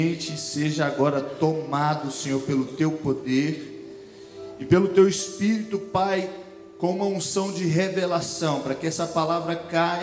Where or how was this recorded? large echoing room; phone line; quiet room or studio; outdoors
large echoing room